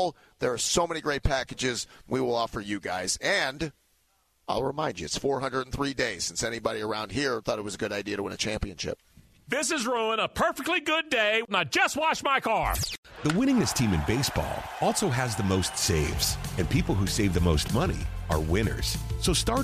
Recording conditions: busy venue